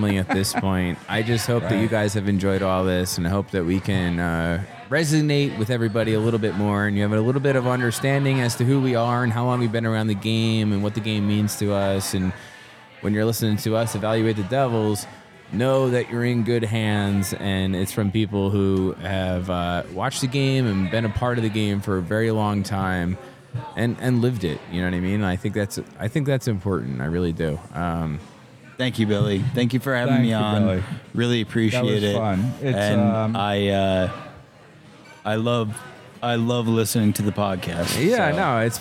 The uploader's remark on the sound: This episode was recorded live in the lobby of the Arrras Hotel in Asheville, NC.